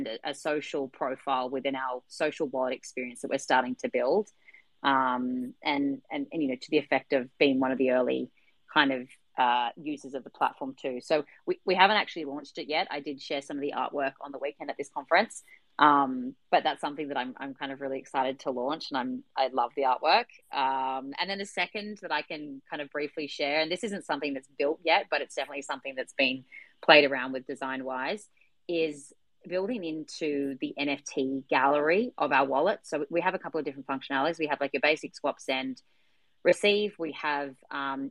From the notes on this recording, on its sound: we host live Twitter Spaces conversations